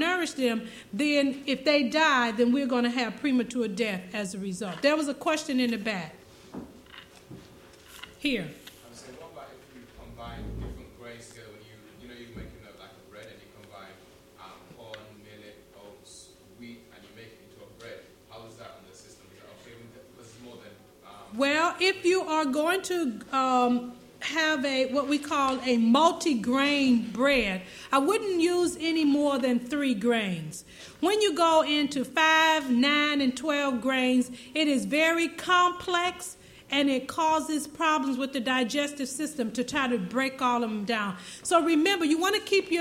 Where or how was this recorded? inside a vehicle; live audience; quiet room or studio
live audience